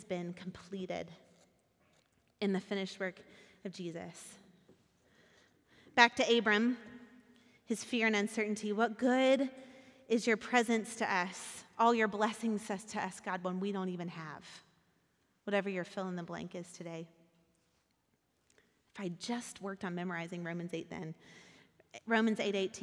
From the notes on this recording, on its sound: Recorded at our Sunday gathering on January 23, 2023 in Port Orchard WA